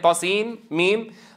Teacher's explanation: انظروا كيف أدغمنا النون الساكنة في الميم · Term: إدغام